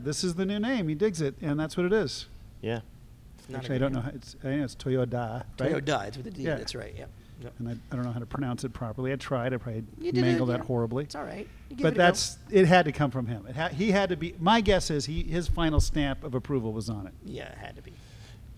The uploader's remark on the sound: LIVE POD IN THE SPEED SHOP! The Autopians threw a car show and because more than one person showed up.